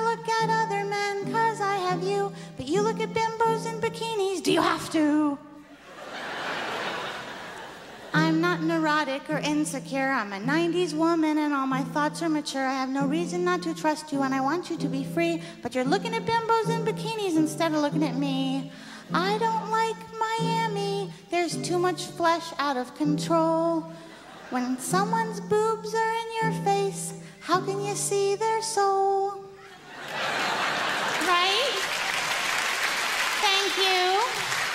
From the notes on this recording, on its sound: the 1998 Just for Laughs Festival in Montreal